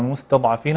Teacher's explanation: الضاد مفخمة ومستطيلة ومستطيلة مستعلة مستطيلة يعني فيها استطالة امتداد للصوت في المخرج